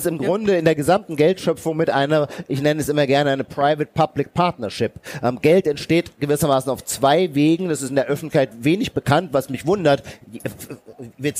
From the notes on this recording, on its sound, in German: April 2023 auf der Leipziger Buchmesse aufgezeichnet.